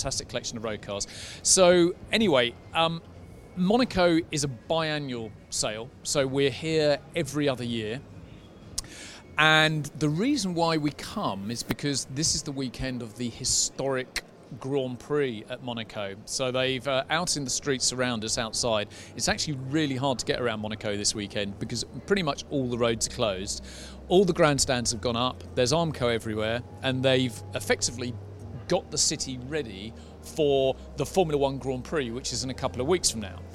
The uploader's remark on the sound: A show that was recorded at the company’s recent auction in the Principality during the Historic Grand Prix weekend.